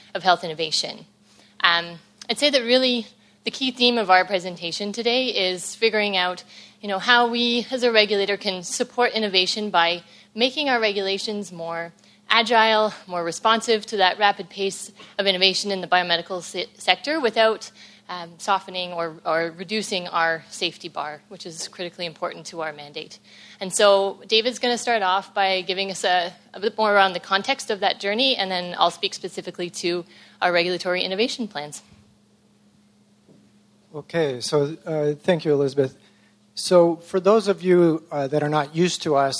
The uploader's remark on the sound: 2020 Live: 5th Annual Health Innovation Summit